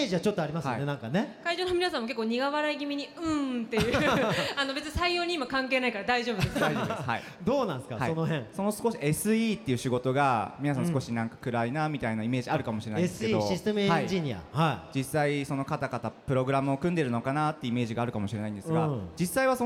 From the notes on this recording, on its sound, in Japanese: 就職イベントPREMIUM CAREER FORUM。国内最大級の就職イベントCareer Forumでおなじみ株式会社ディスコ主催のPREMIUM CAREER FORUMで「シューカツの王」初の公開収録を決行！